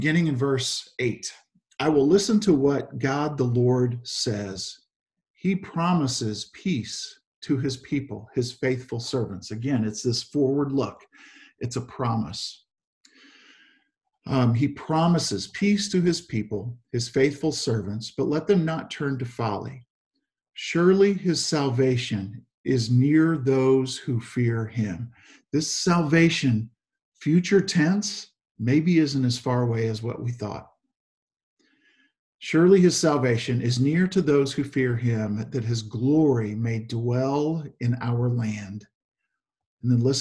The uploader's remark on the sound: Zoom Sunday